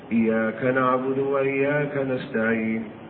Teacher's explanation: التخفيف في الياء وترك التشديد فيها